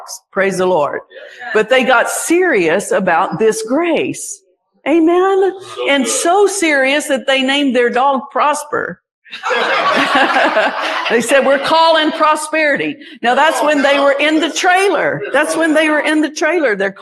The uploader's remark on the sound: Recorded live at the 2023 Gulf Coast Convention.